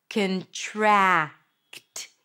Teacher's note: Kin, and then tract. TR, which turns into a ch sound.